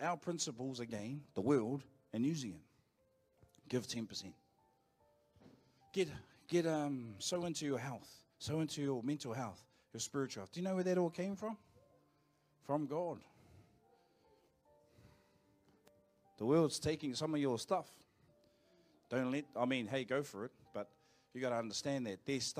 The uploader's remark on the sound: Live from IwiTapu Destiny Church Hawkes Bay